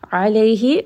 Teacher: ayn is going to be from the middle of the throat, so make sure that you do have a bit of that constraint, a bit of that pressure on the middle of your throat.